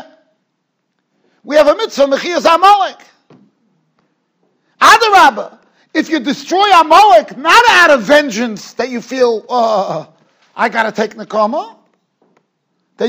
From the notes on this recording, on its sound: Shiur recorded in Yeshivas Ohr Reuven, Monsey, NY.